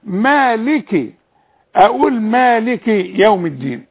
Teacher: وعند الوصل لازم ابين للسامع ان الكاف دي مكسورة